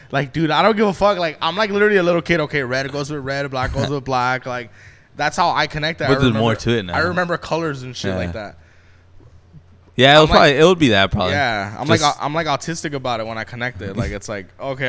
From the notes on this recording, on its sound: Live from the republic bar in Covina.